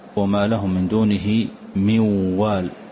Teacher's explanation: أحذف النون تماما وأنطق الواو فقل موال لكن أضع غنة · Term: إدغام بغنة